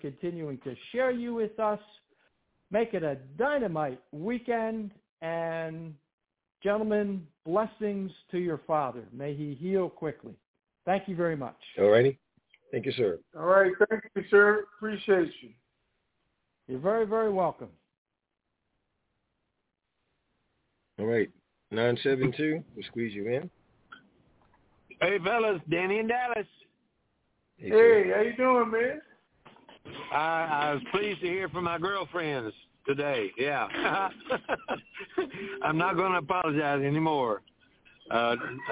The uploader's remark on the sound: Conference Call